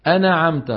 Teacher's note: قلقل النون، والنون لا تقلقل